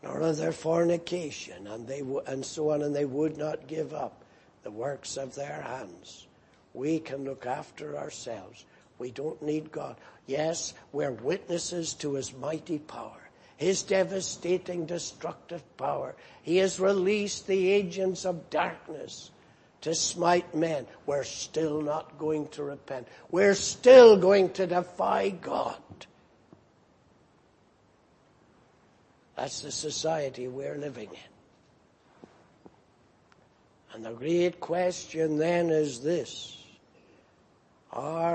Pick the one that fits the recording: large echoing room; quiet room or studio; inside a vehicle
large echoing room